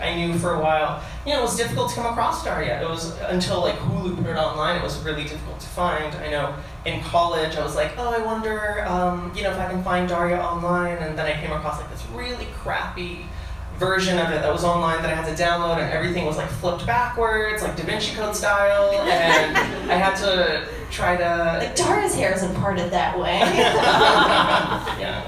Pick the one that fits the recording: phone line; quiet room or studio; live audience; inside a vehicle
live audience